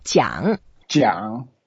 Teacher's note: it's a third tone, so we go down and then up